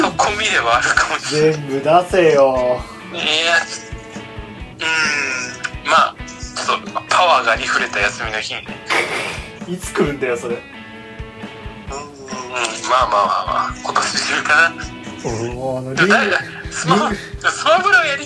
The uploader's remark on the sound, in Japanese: 録音機材：iPhone7